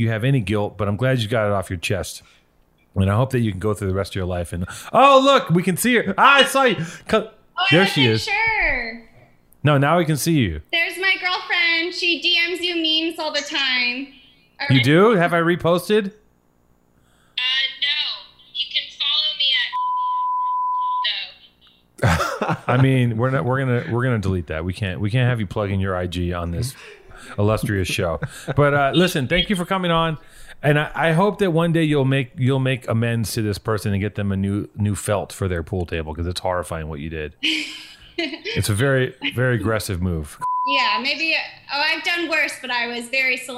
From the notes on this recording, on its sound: The phone line is open